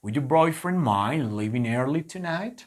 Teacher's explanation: si es una pregunta, nosotros tenemos que subir la entonación al final. porque las preguntas llevan pues como esa intención de subir ese tono de voz, ¿ok?